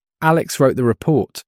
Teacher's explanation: The stress on Alex tells us who wrote the report. · Term: sentence stress